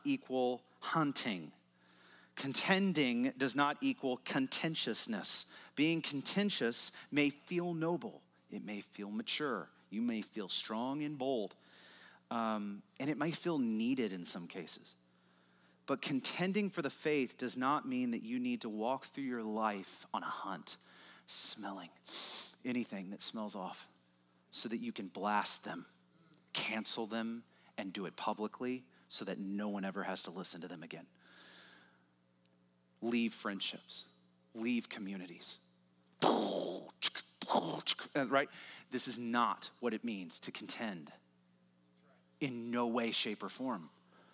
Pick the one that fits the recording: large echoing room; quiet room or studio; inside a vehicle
large echoing room